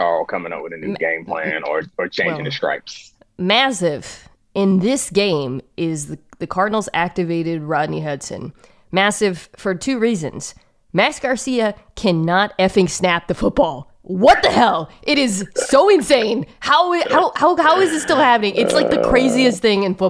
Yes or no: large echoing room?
no